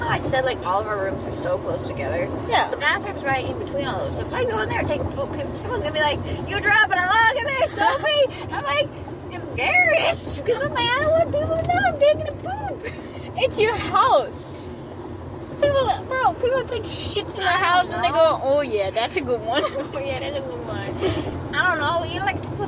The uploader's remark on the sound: in the car